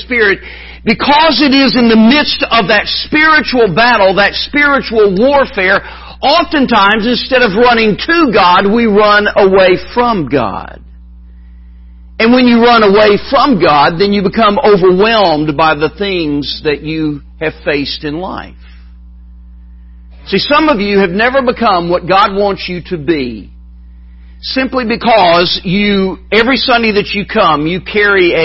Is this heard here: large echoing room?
yes